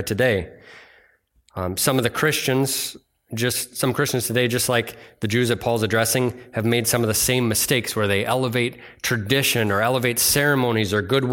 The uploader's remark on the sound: delivered on Sunday, August 20th at Bible Center Church in Maiden Rock, Wisconsin.